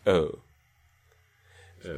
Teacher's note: We have a move towards a more fronted, central beginning for that diphthong, which is O.